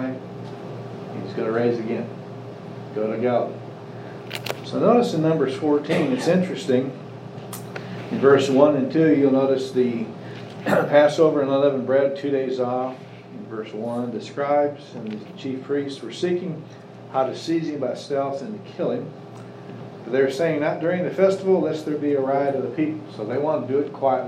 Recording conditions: large echoing room